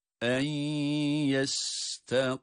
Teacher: kaf kalın, mim harfini de gunne sesi vererek okuyup duruyoruz